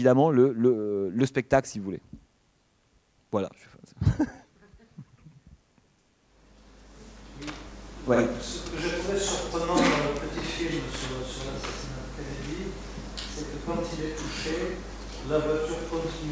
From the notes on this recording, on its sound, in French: Enregistrement intégral de l'intervention. Suite à la projection du film le mercredi 6 mars 2013 au Centre des arts d'Enghien-les-Bains.